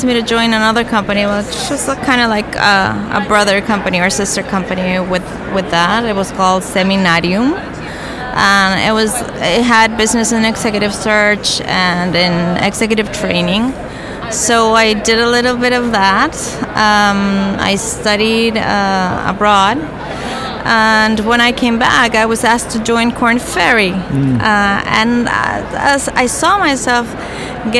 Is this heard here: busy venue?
yes